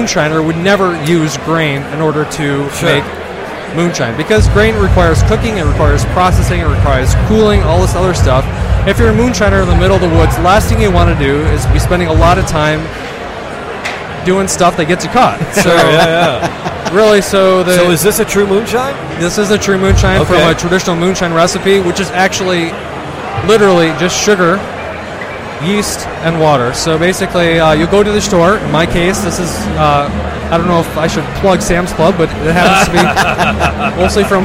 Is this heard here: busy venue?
yes